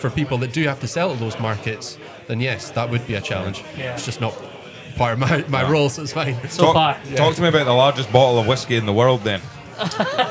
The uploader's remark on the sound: We had a great laugh recording this episode in Bennets Bar, Edinburgh.